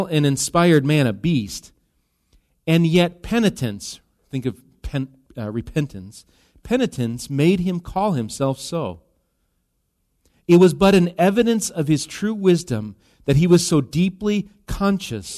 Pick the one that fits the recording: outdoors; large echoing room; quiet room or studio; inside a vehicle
large echoing room